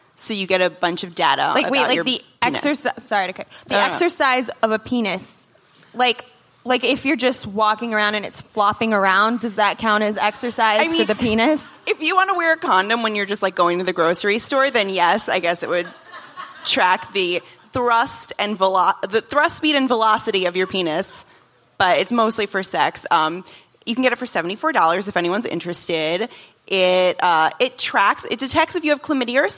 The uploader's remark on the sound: Live from SXSW